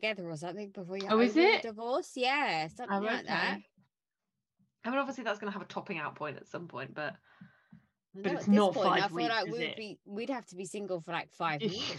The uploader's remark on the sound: Disclaimer, we had sound and internet issues. There's some back ground noise and weird static voices now and again during the episode.